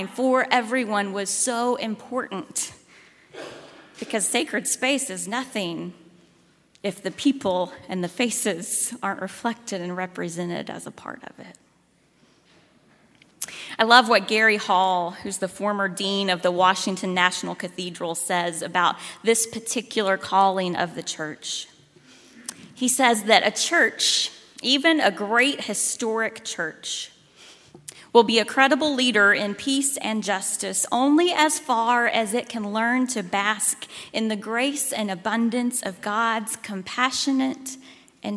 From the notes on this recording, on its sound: at Highland Baptist Church, Louisville, Kentucky.